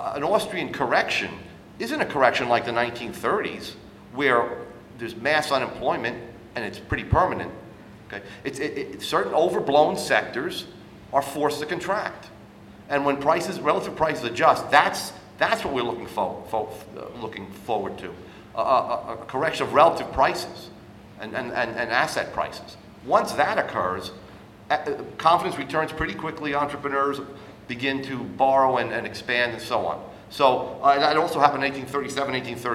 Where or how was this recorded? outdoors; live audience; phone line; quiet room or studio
live audience